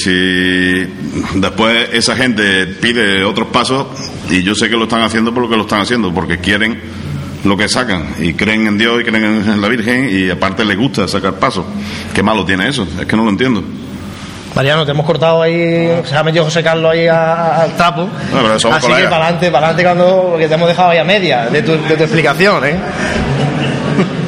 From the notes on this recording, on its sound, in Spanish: La Casa de Hermandad de la Estrella acogió el sábado, 8 de noviembre, una tertulia de capataces y costaleros que grabamos el equipo de Pasión en Jaén para emitirla en diferido al siguiente jueves a través de Onda Jaén Radio.